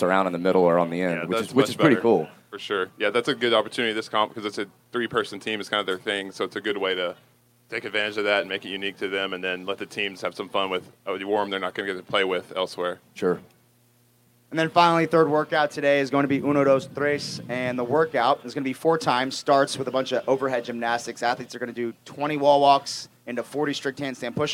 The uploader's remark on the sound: TYR Wodaplooza Gameday // Saturday // Shut Up & Scribble LIVE From MIAMI